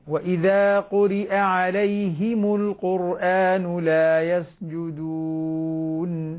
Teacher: الهاء مكسورة وليست مضمومة، عليهم صارت مضمومة.